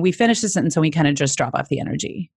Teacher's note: So that's vocal fry, what I'm doing at the end of the sentence.